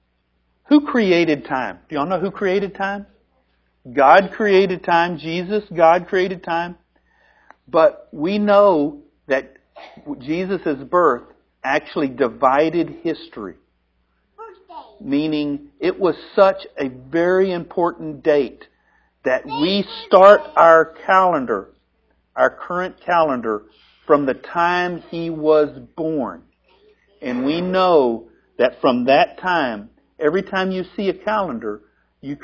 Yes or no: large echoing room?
yes